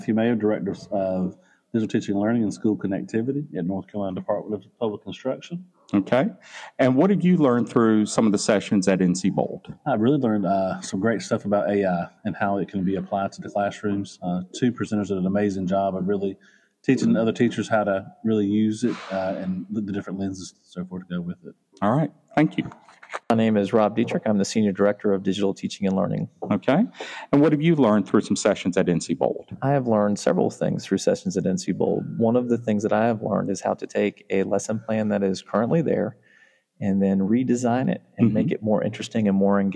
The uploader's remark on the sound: On Location at NCBOLD